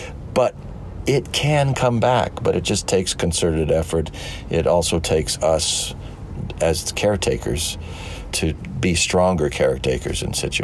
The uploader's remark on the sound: This episode was recorded inside an old Land Rover Defender 110 (the portable recording studio) parked in front of the Roxy Theater during the International Wildlife Film Festival.